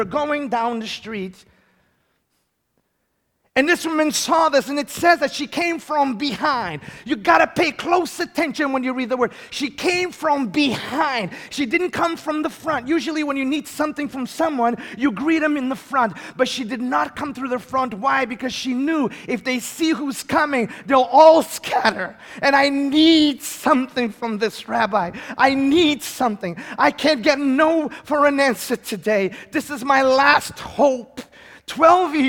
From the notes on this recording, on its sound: A moment of history in the Litchfield town's most historic church. Preached for the first time as the congregation’s spiritual leader.